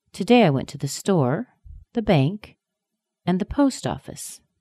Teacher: A little rise and fall in both store and bank, but post office has a higher up and a lower down.